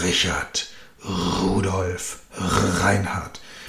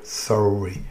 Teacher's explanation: Im Deutschen haben wir ja quasi ein R, das hinten im Rachen gebildet wird, so wie bei Richard, Rudolf, Reinhard.